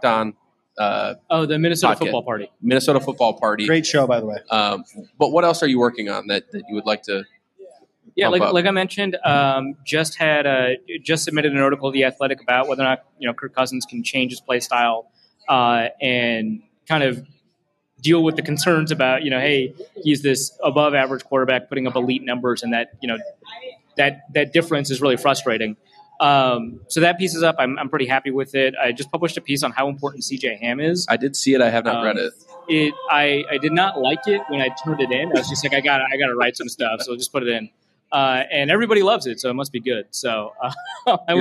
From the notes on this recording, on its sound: Live from Lake Monster Brewing beer hall. Live from Lake Monster Brewery in the first live show for the 2022 campaign.